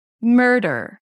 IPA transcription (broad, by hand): ˈmɜːɹdəɹ